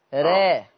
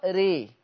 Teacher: انا بقى عايز الوسط لان الامالة الصغرى اللي هو التقليل وسط ما بين الفتح وما بين الامالة الكبرى · Shown in: first take